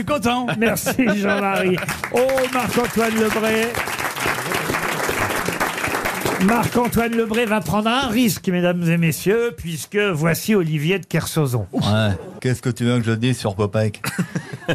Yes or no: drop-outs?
no